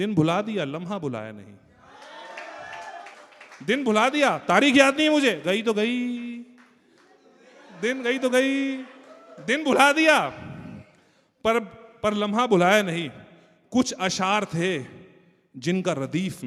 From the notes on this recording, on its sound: This was the live performance in Jaipur. Audience was going berserk.